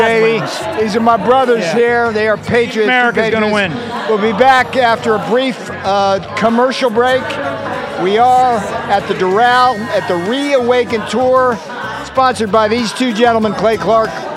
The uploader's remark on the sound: Live From ReAwaken America Tour